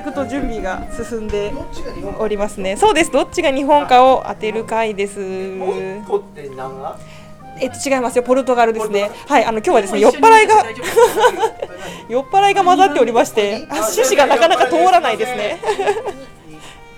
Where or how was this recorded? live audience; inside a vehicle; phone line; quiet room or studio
live audience